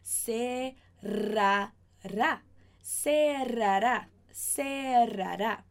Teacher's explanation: A gente vai ter que vibrar essa língua, sim.